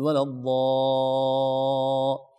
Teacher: لا نقول مثلا ولا الضالين، اللام حرف رقيق، حرف مرقق، والضاد بمدها مستعلية مفخمة، لأن المد يا أحبتي يتبع الحرف الذي قبلها.